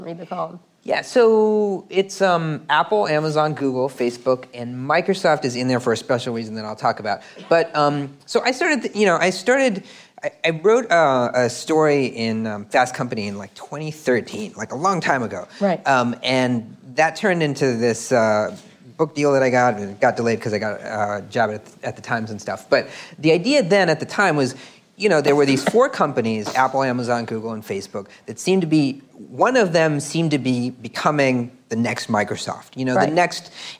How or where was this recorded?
live audience